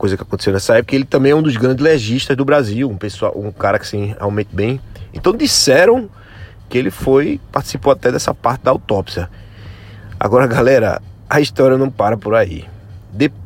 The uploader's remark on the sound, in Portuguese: Episódio narrativo gravado com o celular IPhone XR .